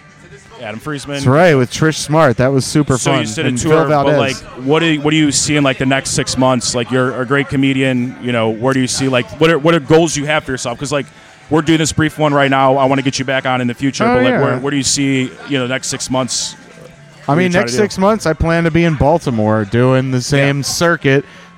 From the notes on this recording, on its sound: recorded following the comedy open mic at Fells Point Tavern July 26th, 2022.